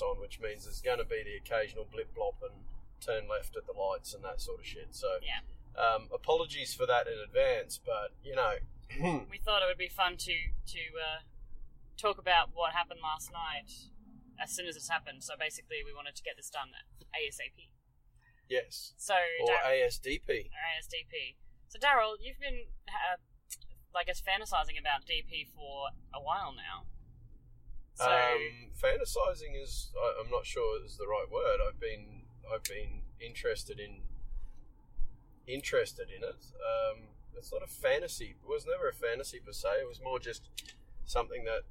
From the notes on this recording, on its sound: recorded in the car